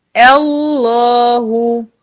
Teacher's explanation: هفخم لام لفظ الجلالة بس الهمزة هترقق